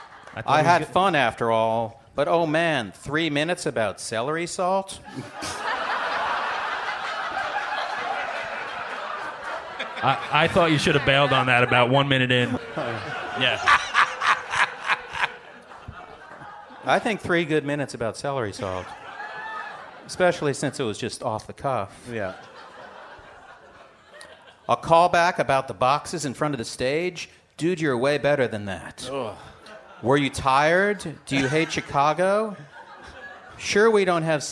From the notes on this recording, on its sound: Live from Brooklyn, NY